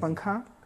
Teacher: جب ہم بولتے ہیں پنکھا جو پنکھے میں ہم نون کا اظہار نہیں کرتے ہیں بلکہ اخفا کرتے ہیں